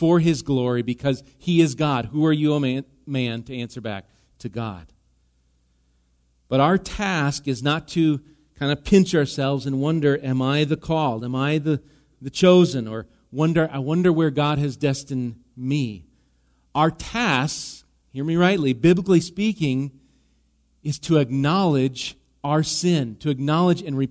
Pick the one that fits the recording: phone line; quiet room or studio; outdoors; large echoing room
large echoing room